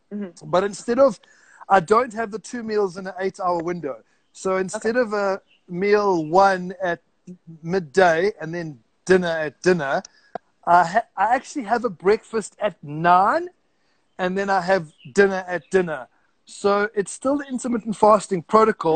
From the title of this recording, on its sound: IG live follow up.